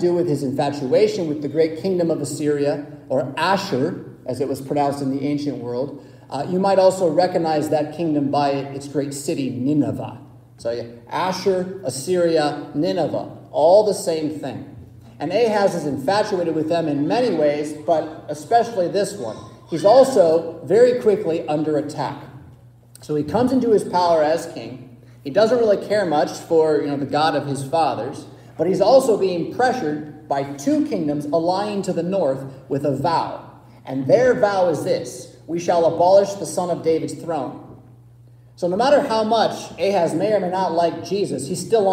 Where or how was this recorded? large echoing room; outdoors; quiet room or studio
large echoing room